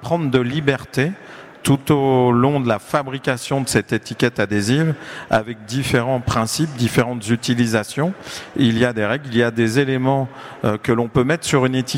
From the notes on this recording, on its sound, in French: Table ronde enregistrée le vendredi 21 octobre 2022, au Salon du Brasseur. Suite à un incident technique, le début de la table ronde n'est pas disponible.